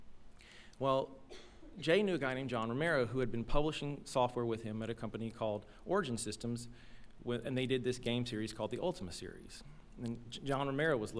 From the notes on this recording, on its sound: live storytelling event